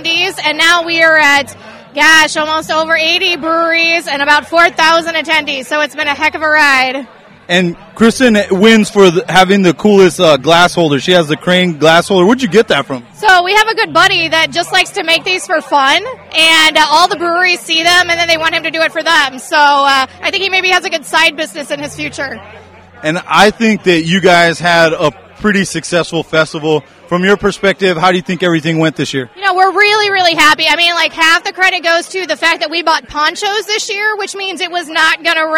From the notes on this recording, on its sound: We were Live at Parkville Microbrew Fest